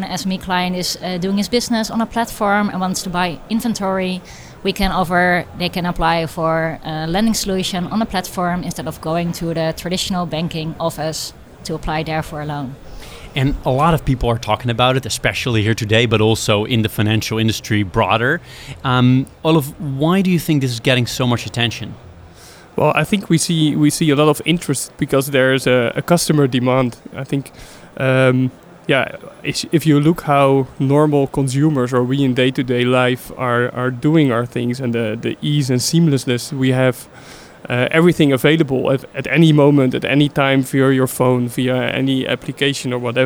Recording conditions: busy venue